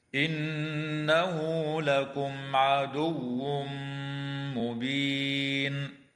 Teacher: تغن النون المشددة في كلمة إنه، ويراعى وصل هاء الضمير في قوله تعالى إنه لكم بواو لفظية تمد حال الوصل بمقدار حركتين. وتظهر الميم الساكنة عند العين في قوله تعالى لكم عدو، ويدغم التنوين في الميم مع الغنة في قوله تعالى عدو مبين.